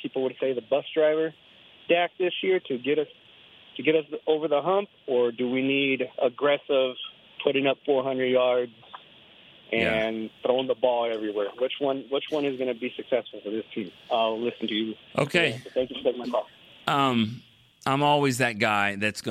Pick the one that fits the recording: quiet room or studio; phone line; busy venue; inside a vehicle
phone line